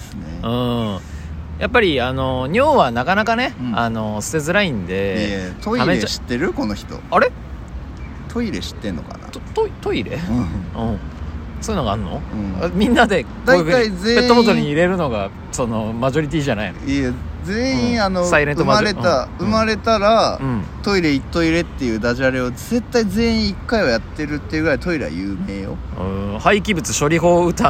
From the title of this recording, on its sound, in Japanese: 桜舞い散るK園で収録